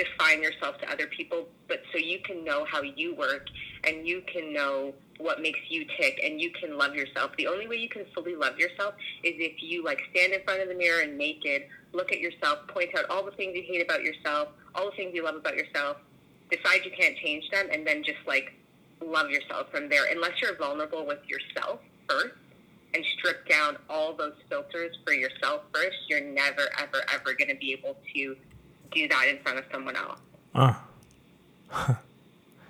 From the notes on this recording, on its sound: We practice social distancing by having an in-depth phone conversation with one of the newest members of our club.